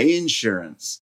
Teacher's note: she stressed the first syllable, which is a very Southern thing to do